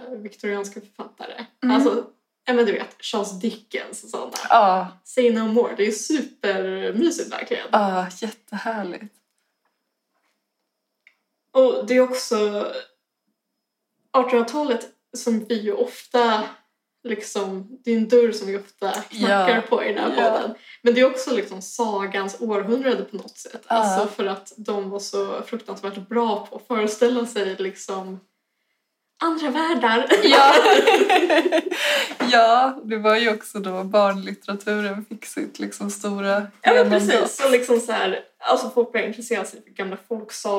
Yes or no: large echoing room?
no